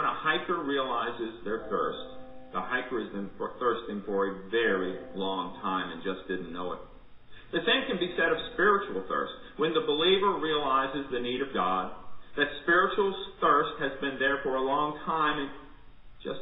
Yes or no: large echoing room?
yes